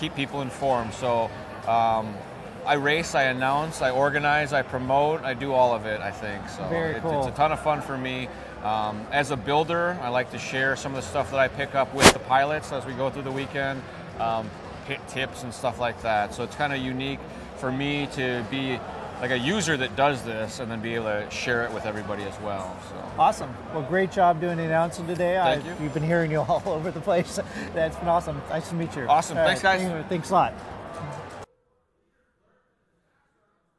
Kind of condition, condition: setting, busy venue